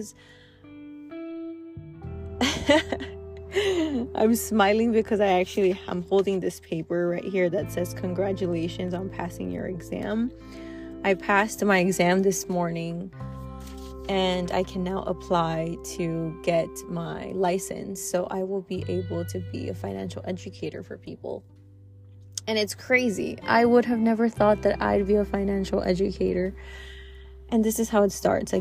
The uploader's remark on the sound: Impromptu, in the car.